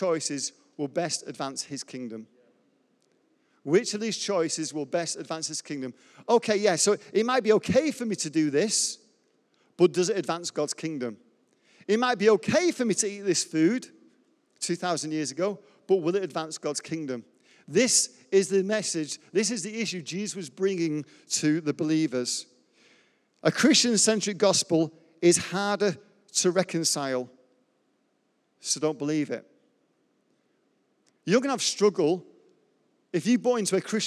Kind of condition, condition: setting, large echoing room